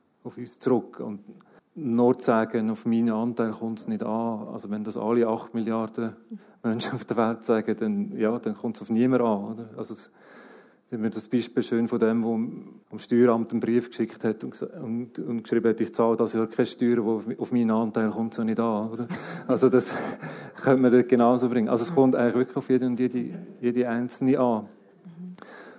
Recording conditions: live audience